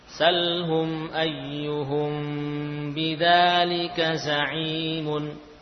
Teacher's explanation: Mim sukun bertemu dengan hamzah. Makanya juga dibaca dengan jelas, tidak dipanjangkan gunnahnya. · Term: bacaan idhar